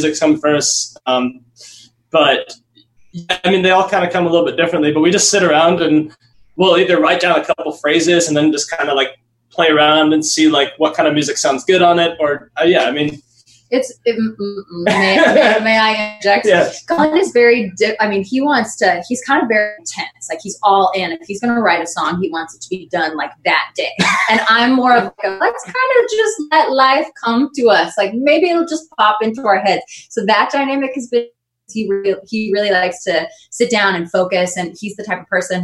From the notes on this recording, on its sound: joined me via Zoom